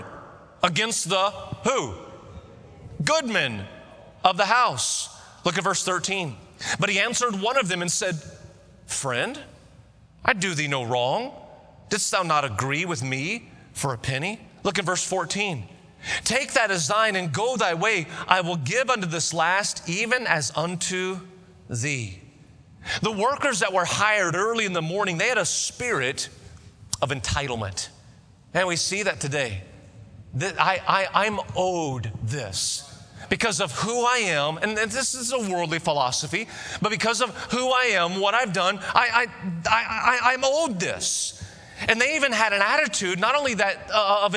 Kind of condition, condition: setting, large echoing room